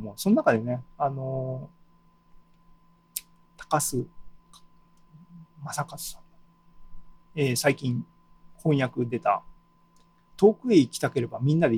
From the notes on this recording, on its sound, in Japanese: ２０２２年７月２７日に開催した ZOOMライブの模様です。